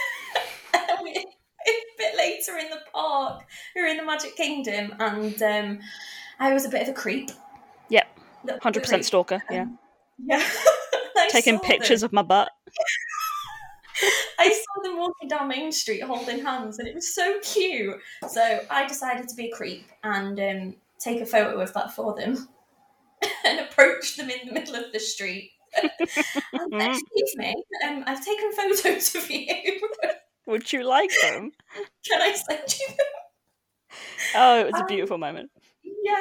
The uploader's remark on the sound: I had a few audio issues with this recording, but hopefully you can all still hear it okay!